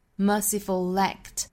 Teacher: merciful 跟 act 是要连读的，因为它是属于一个意群之内啊，所以 merciful 一定带出一个 l 的音